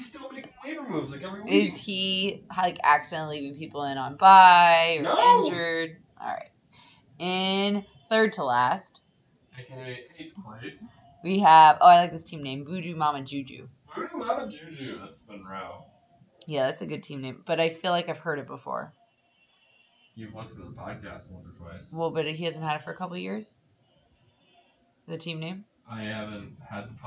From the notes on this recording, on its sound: Technical difficulties but we fought it out and made it to the end